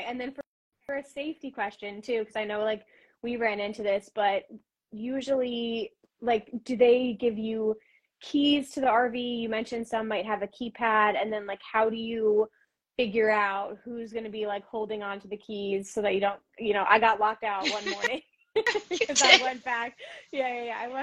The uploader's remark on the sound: Live Q&A. Joining me on this IG live.